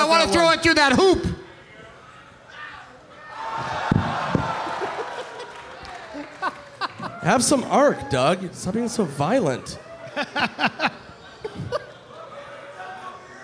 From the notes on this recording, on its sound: Live from the Pemberton Music Festival in Pemberton, BC